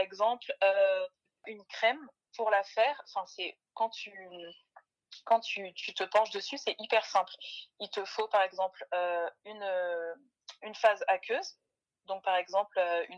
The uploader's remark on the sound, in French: Nous avons eu un petit problème d'enregistrement (oups) donc la qualité audio n'est pas la meilleure sur cet épisode